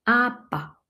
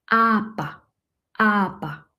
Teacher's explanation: Hier haben wir auch E in Kombination mit R. Und wir sagen ein A, ein kurzes A. Aber. Wir haben am Anfang ein langes A und dann haben wir ein kurzes A.